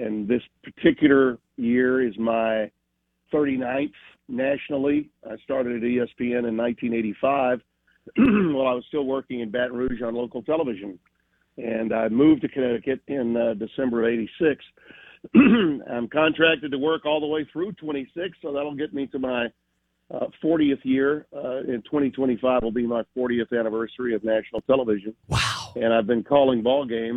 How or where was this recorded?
phone line